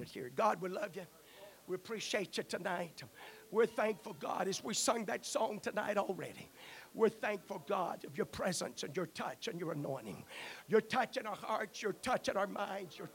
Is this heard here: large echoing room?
yes